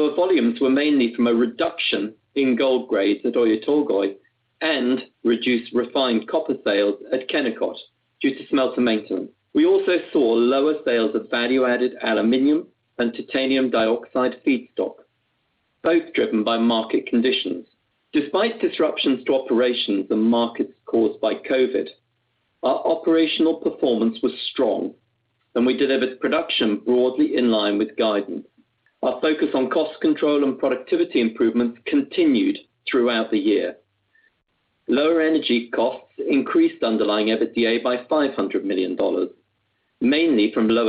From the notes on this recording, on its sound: conference call